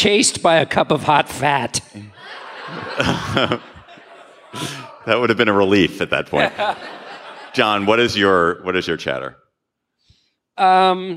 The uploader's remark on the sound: Live from Madison!